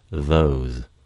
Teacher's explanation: It's made in the same place and manner with the tongue between the upper and lower teeth, but it is voiced. Its linguistic term is the voiced dental or interdental fricative.